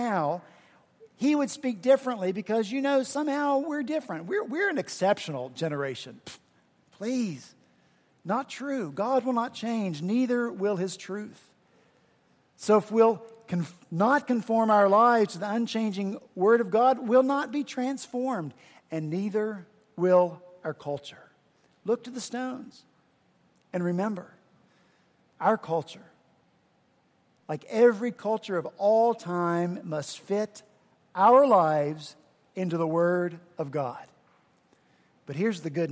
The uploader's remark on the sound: at Redeemer Presbyterian Church in Charleston, SC